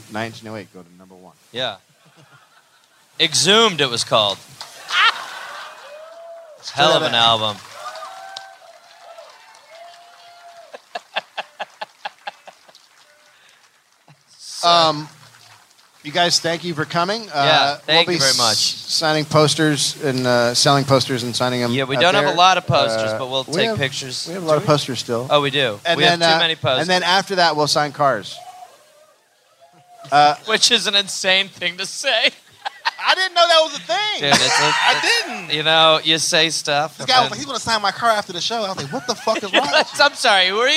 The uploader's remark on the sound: Live in Chicago